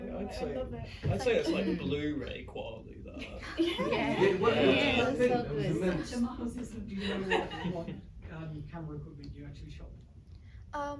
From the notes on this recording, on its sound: the Q&A sessions from our Kandu Arts Reel Cinema film festival, that took place last Friday in Reel Cinema Chippenham